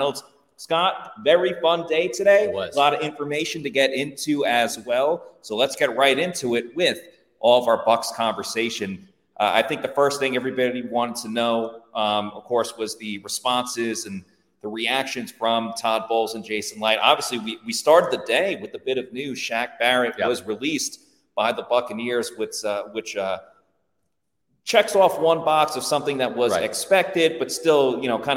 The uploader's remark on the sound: Pewter Report is live from Indianapolis for the 2024 NFL Combine.